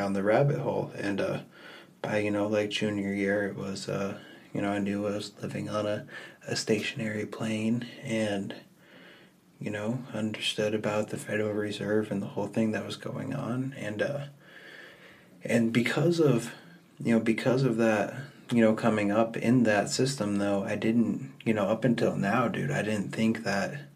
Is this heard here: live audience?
no